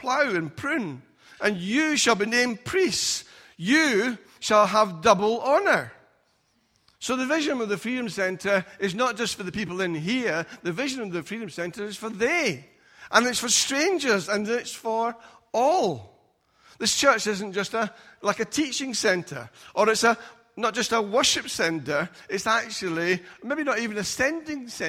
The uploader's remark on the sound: Recorded at freedomcentre church, Preston